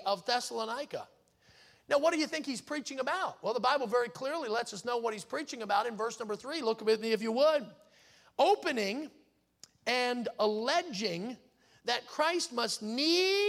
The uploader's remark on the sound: in the Sunday Morning Service on May 14, 2023, at Victory Baptist Church in Boonsboro, Maryland.